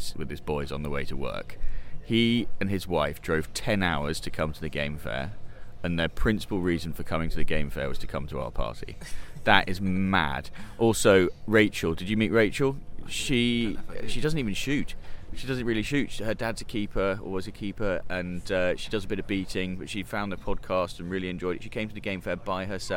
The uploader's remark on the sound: Game Fair Episode. Look back at an epic weekend at the Game Fair with interviews and clips recorded on location, featuring artillery fire, horse racing, communal singing and some big ideas!